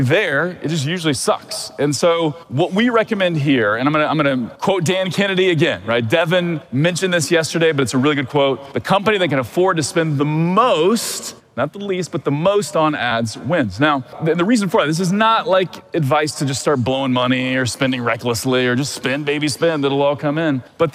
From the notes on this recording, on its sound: This is the recording from a recent talk I gave in Austin, Texas, to a group of 1,200 eager Amazon Sellers and DTC brand owners